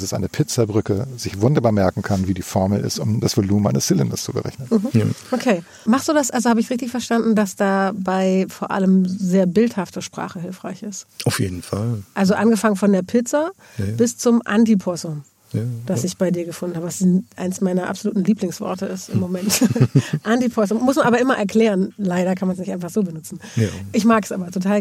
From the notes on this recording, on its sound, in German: Draußen im schönen Garten irgendwo in Brandenburg